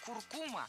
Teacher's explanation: Название этой пряности и растения имеет ударение на втором слоге